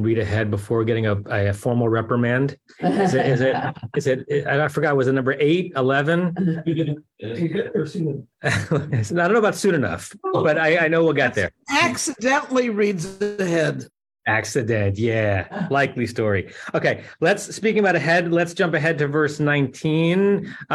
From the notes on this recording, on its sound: At Temple Beth Am, Los Angeles.